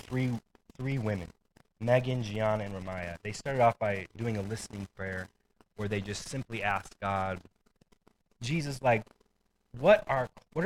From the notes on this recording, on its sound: We are having issues with the sound quality of our live stream